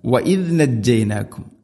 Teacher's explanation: ദാൽ ഉച്ചരിക്കുന്ന സമയത്ത് നാവിന്റെ അറ്റം മുൻ പല്ലുകളുടെ ഇരുനിരകൾക്കിടയിലൂടെ വളരെ നേരിയ തോതിൽ നാവിന്റെ അറ്റം പുറത്തായിരിക്കണം